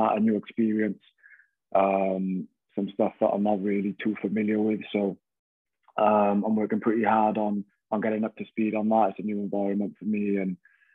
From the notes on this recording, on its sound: We caught up with him over zoom at home.